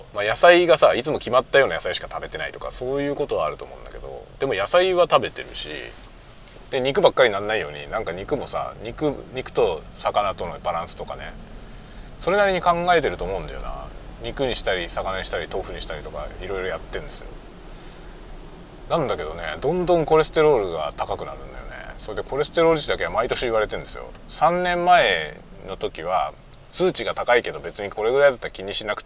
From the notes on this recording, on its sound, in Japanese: ドライブしながら雑談。人間ドックからの帰り道、運転しながら雑多な話をした回。Stand.fm。